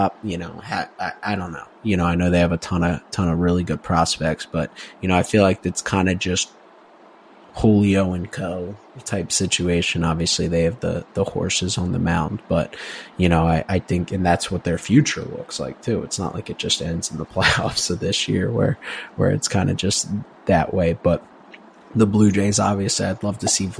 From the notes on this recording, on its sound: Coming live from the Honda Accord